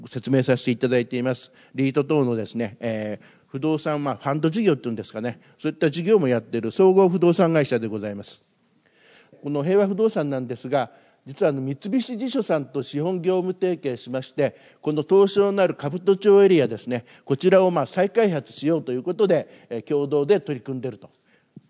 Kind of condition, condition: setting, live audience